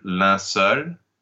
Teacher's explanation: we have the EU followed by the L that is pronounced, and therefore it will also be an OE.